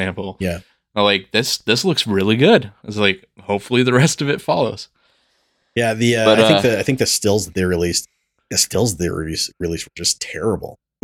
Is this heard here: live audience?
no